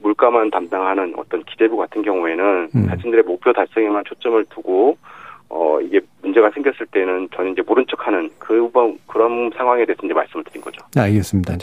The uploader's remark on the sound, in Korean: 전화연결